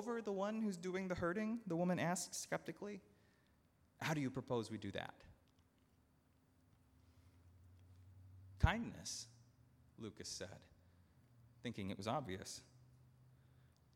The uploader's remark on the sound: at Northminster Church on August 25, 2019